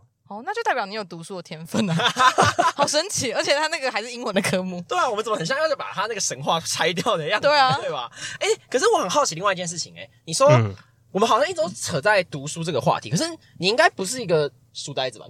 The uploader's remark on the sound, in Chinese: 本集在車上錄音，收音極差，請見諒Ｑ